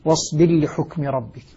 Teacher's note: يدغم أبو عمرو من هذين من طريق الروايتين الراء في اللام